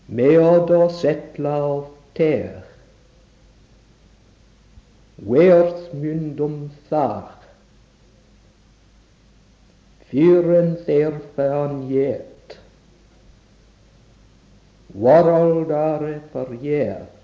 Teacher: In the E type, the two strong stresses come at the beginning and end of the half line, with a secondary stress and a light one in between.